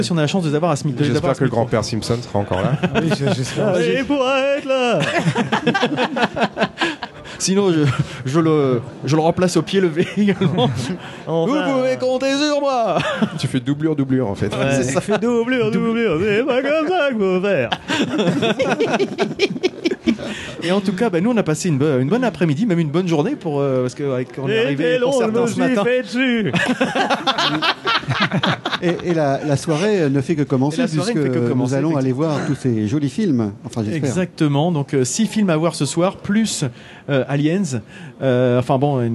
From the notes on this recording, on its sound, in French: Au coeur de la convention du Fantastique de Rouen. Nous étions à nouveau en mode immersion dans le cadre d’un festival, à nouveau pour un enregistrement en public, mais cette fois-ci dans le cadre de la convention du fantastique.